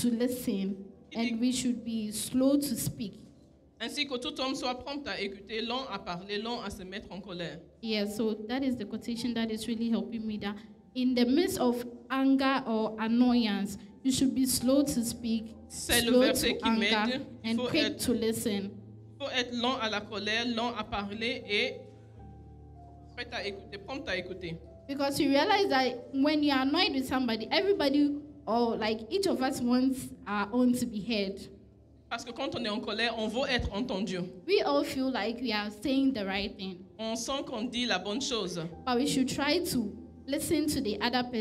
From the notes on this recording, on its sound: Preached during Joyful Hour Sunday Service